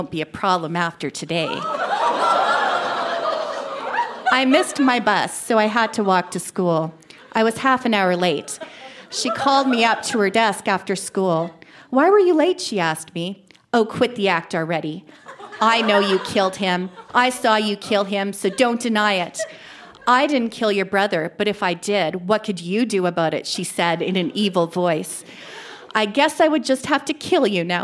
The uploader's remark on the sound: Recorded live at the Artesian in Regina, SK.